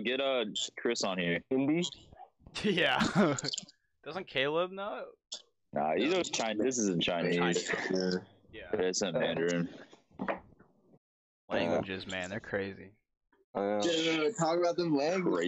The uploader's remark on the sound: Skype in together. Two sandwiches were made and consumed on camera in this amazing quarantine energy filled podcast.